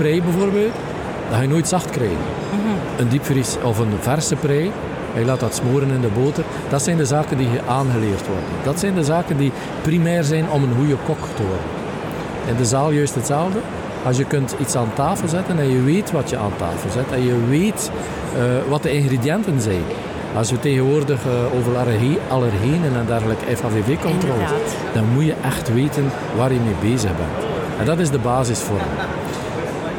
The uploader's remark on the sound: Horeca Expo Live